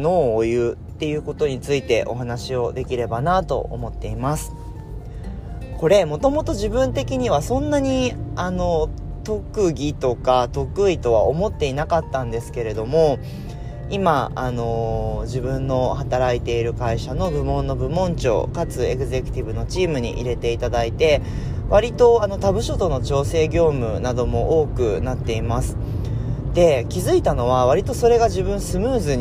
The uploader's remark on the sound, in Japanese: 車を運転しながらお届けしています途中運転に集中して無言になります